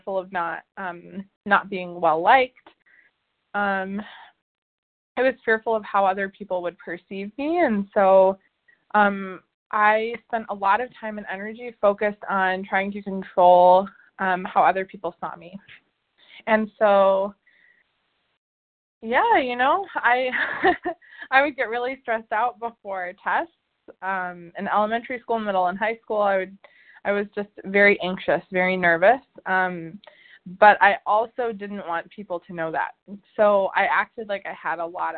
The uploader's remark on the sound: the 100 Pounders Phone Meeting on 11/1/20